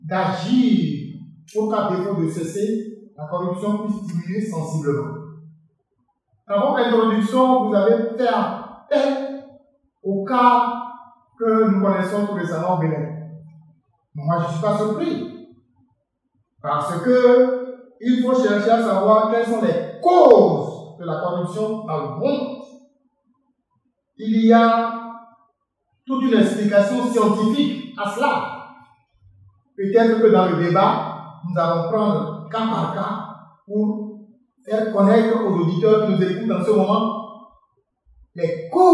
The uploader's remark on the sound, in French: Oxo Fest 2023 - Enregistrement Public BIP Radio. Revivez l'enregistrement en direct de l'émission radio Le Débat de BIP Radio.